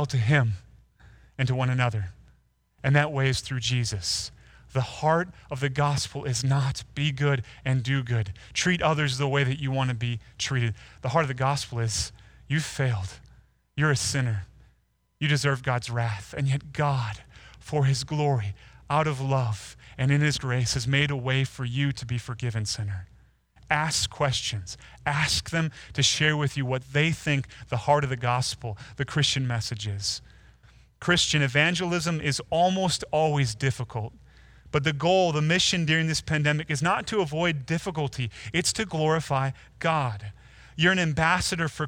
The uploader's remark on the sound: Delivered Sunday, March 29, 2020 via livestream at Woodridge Community Church (New Berlin, WI).